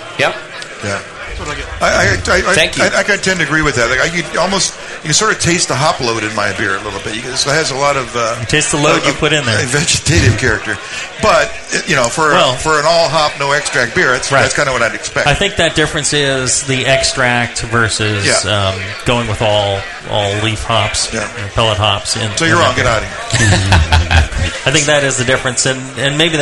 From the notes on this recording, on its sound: Live from the 2012 National Homebrewers Conference in Seattle, WA. In front of the live audience.